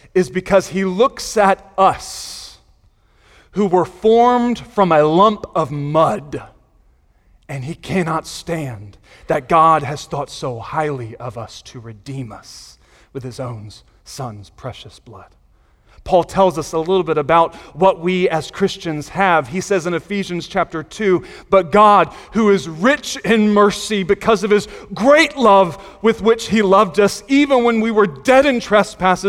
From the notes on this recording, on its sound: Sunday Morning Sermon Audio